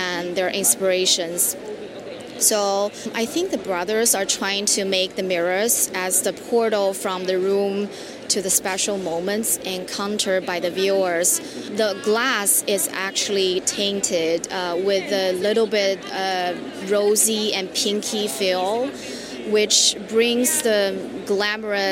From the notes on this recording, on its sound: Design Miami 2022. Join us on an enchanting journey live through Design Miami. Including three interviews recorded live at Design Miami.